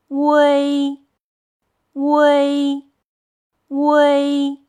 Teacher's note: 先发乌的音，然后口型由圆到扁，再快速滑向一的音。